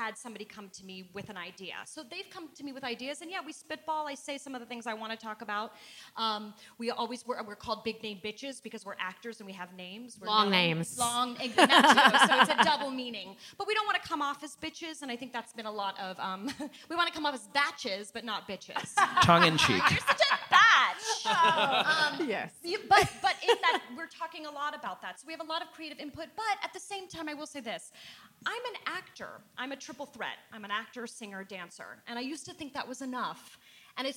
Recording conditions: live audience